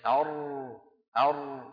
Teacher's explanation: انظر إلى السهم الأبيض في منطقة وسط اللسان، أي أر أر، فهذه الفجوة التي تبقى يمر منها صوت ضئيل، فلا الطريق أمام الراء محبوس 100% ولا هو مفتوح يتدفق منه الصوت · Term: بين الرخو والشديد